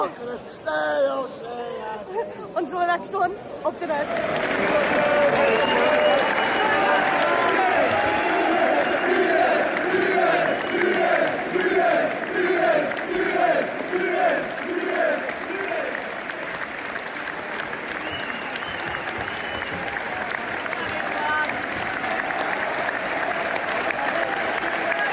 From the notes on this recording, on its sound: Elland Road Stadium Reaction. The Liverpool away end.